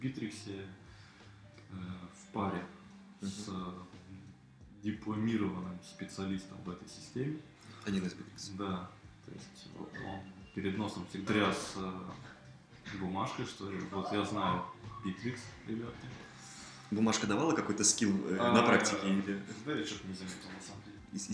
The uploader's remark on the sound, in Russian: Приношу свои извинения за столь долгий релиз и низкое качество записи — это мой первый опыт в записи и работе со звуком.